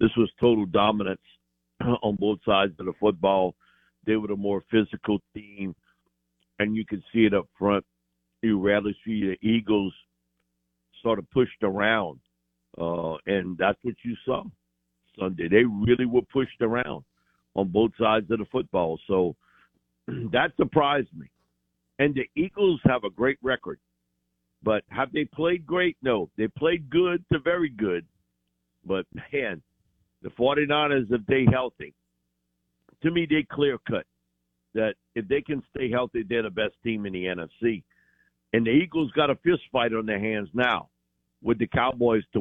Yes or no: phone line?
yes